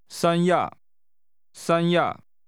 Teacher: This name is pronounced with high level 三 and falling tones.